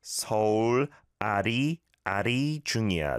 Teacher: The leal is much lighter, I'd say, than an L.